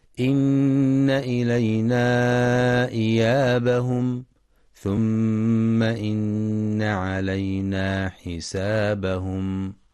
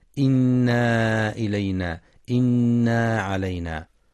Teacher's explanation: والصواب أنها نون مشددة مفتوحة مع بيان الغنة · Shown in: first take